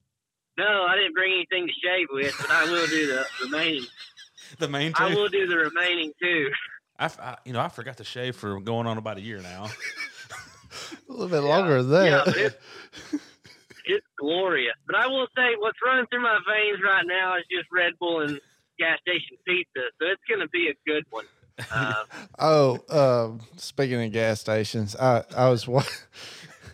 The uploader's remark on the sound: on the phone with us trucking cattle